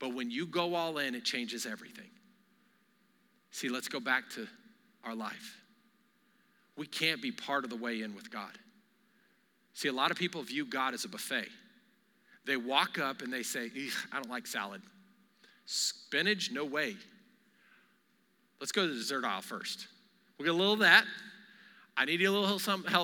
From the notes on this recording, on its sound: Recorded live during our Wednesday night service